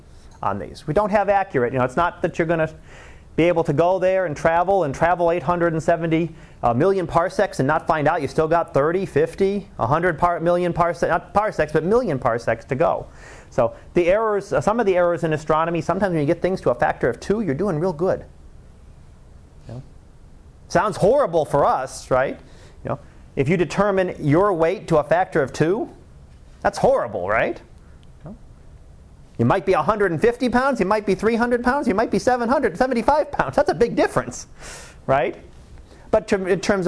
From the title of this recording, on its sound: Live Class Lecture 2013 Nov 18